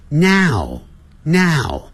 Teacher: 要念成 na，阿的音 now 再收起来， nownow，这样才对的啊。